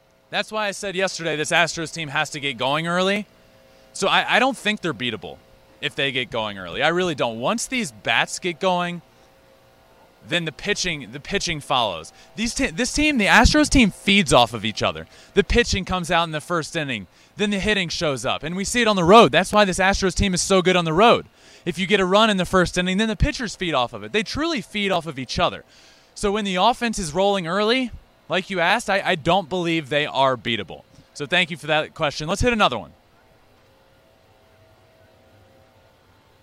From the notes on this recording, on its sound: LIVE from Minute Maid park following Game 2 of the World Series